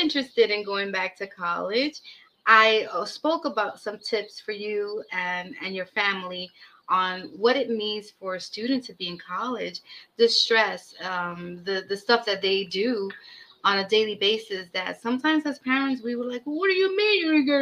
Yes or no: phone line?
no